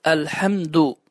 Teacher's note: Səhv oxunuş, elhamdü, düz oxunuş, elhamdü. Daha incə bir şəkildə dəl hərfi tələffüz olunur damma hərəkəsi ilə.